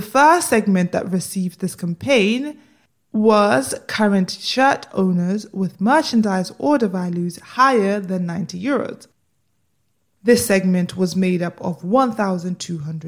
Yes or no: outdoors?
no